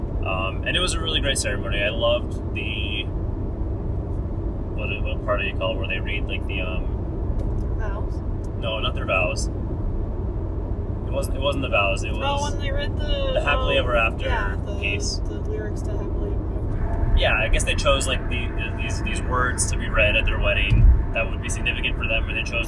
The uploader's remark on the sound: While we drive in the car.